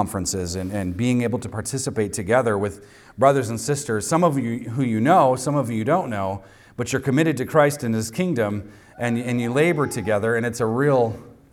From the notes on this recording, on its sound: recorded on Sunday, May 14th, 2023, at the weekly worship gathering of Cross & Crown Church